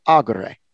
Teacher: just accent the third from the last syllable